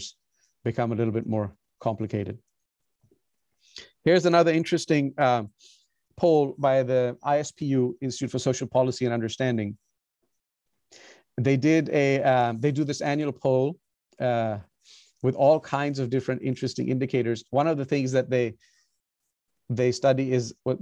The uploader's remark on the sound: recorded on Zoom